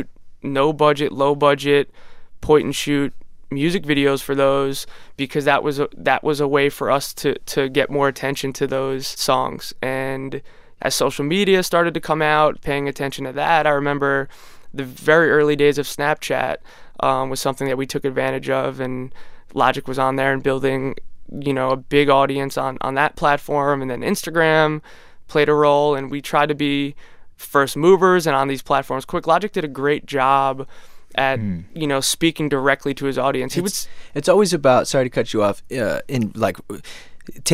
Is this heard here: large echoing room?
no